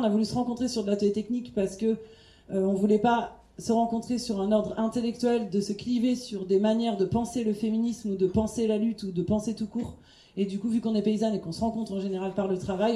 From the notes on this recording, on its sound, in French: Cet épisode a été enregistré lors de la Fête du Champ à l’Assiette, organisée par la Basse Cour le 9 septembre 2023 à Rennes.